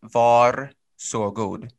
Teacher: there's some rolling of the R, but in the quotidiano, so in the daily language, you kind of cut out the rolling R